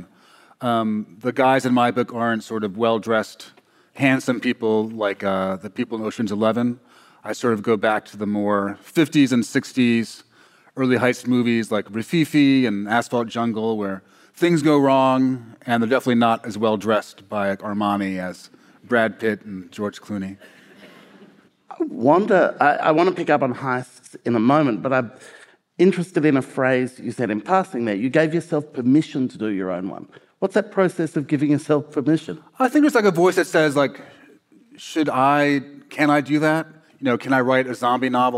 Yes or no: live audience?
yes